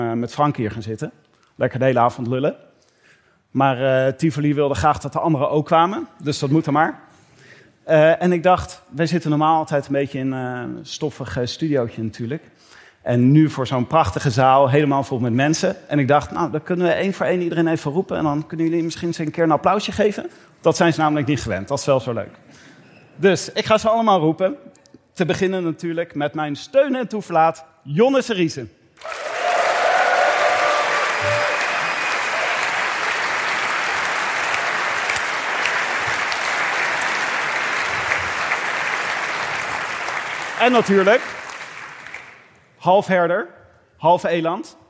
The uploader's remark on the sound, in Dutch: opname van de Vuelta 2022 Live Extravaganza